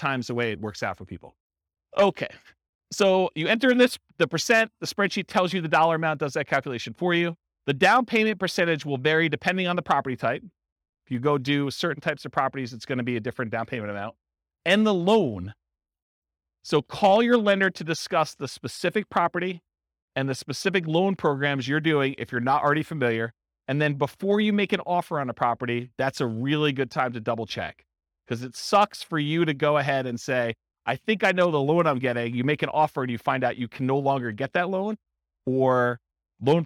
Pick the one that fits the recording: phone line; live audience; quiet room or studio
live audience